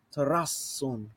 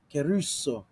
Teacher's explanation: So holding those double consonants, just those consonant pairs, just a split second longer.